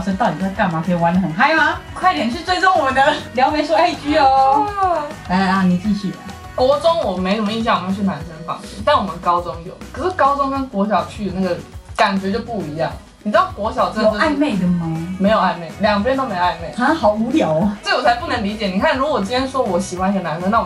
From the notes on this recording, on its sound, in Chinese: 本集收音有點小小的狀況，所以墊了音樂，但是有意外的聽覺效果。